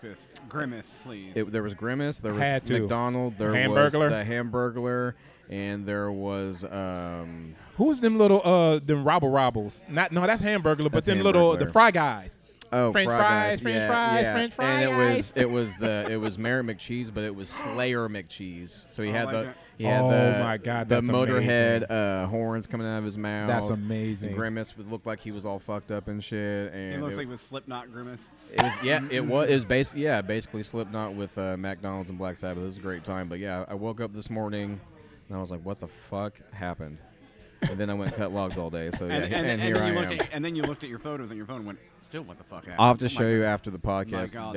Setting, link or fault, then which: setting, busy venue